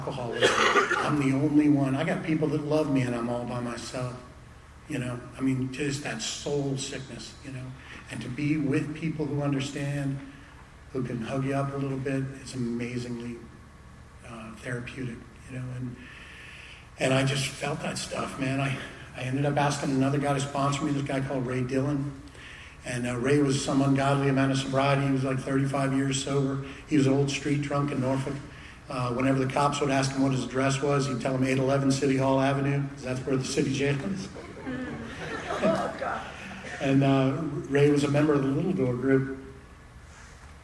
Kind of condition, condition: setting, live audience